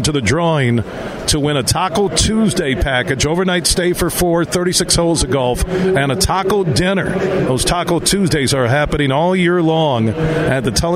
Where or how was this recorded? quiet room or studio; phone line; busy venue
busy venue